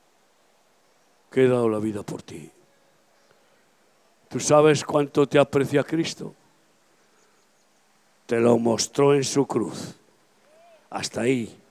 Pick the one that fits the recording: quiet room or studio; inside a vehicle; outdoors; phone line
outdoors